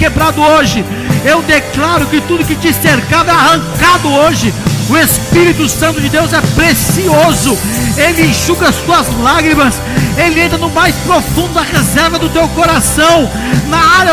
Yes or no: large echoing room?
yes